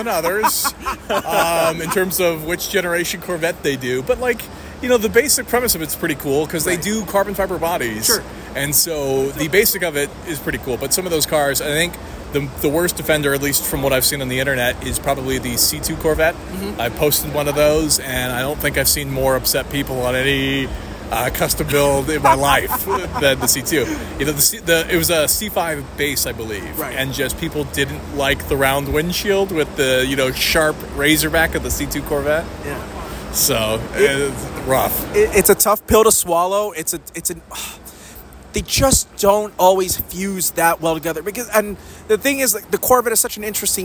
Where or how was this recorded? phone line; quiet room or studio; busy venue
busy venue